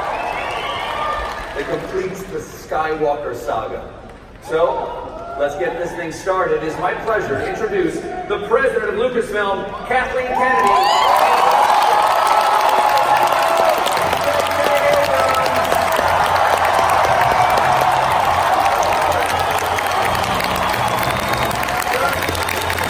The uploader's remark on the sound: Star Wars Celebration Chicago Episode 9 Panel. This is the audio version of the SWCC 19 Episode IX panel.